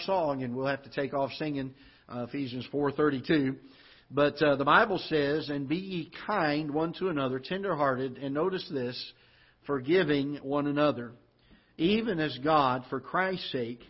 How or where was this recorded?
large echoing room